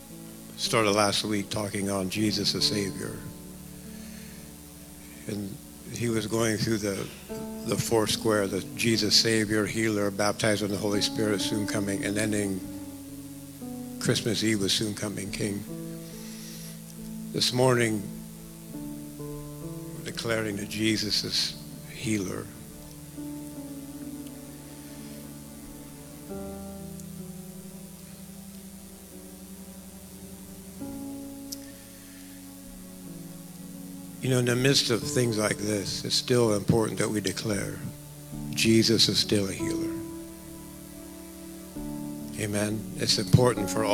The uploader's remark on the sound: Live from The Summit Church in Dover, OH. Sunday Morning at The Summit.